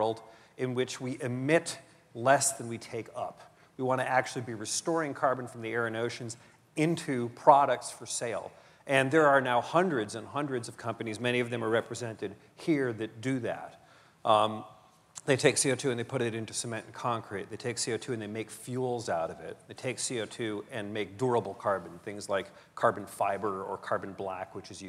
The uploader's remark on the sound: The best of live interviews from GreenBiz events.